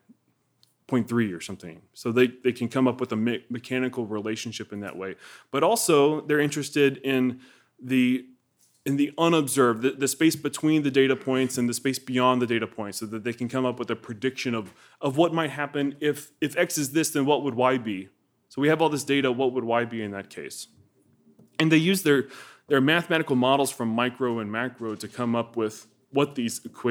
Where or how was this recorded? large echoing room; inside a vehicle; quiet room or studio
large echoing room